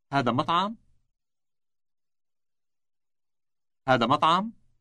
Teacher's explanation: Note that the question is formed by rising intonation only.